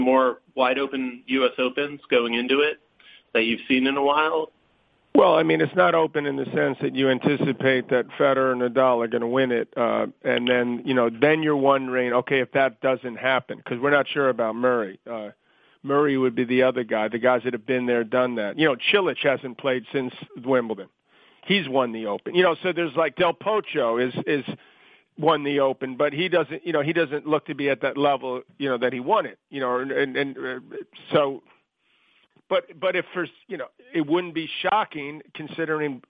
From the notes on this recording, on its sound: U.S. Open Conference Call.